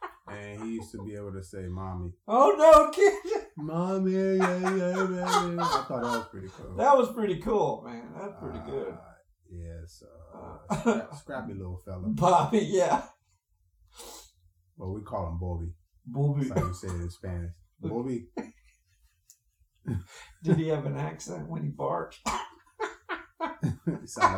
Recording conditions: poor sound quality